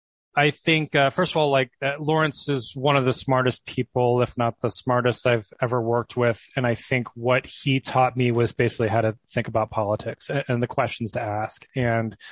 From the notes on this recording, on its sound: He joined me over Zoom